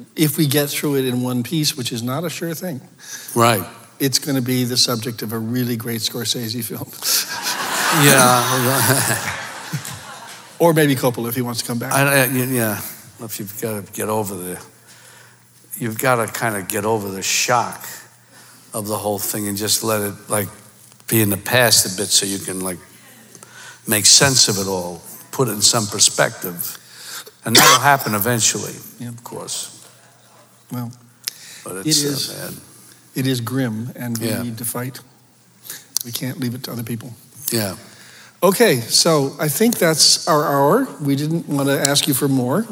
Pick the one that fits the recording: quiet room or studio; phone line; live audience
live audience